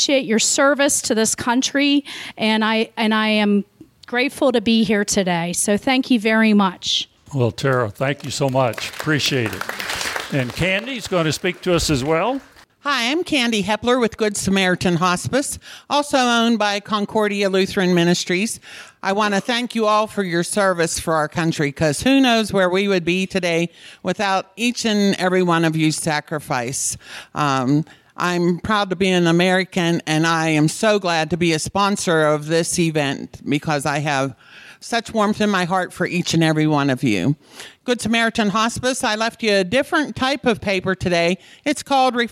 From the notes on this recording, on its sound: Stories and voices of local veterans recorded live on June 8, 2016 at Grazie Restaurant in Wexford, Pennsylvania. Veteran Voices of Pittsburgh Oral History Initiative.